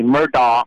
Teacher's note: But that accent that they have puts, when they say Murdaugh, it puts almost a glottal stop at the end, and that's why some people are misinterpreting it as being Murdaugh or Murdaugh.